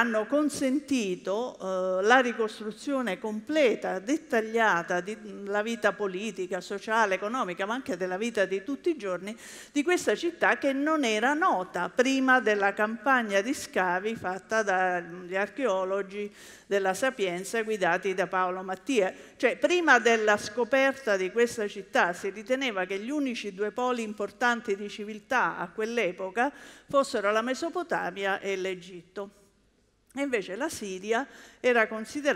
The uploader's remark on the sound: TEDxLecce. This talk was given at a TEDx event using the TED conference format but independently organized by a local community.